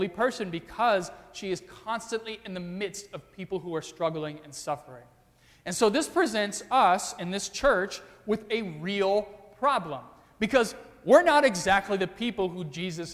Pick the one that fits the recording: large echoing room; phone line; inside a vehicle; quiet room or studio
large echoing room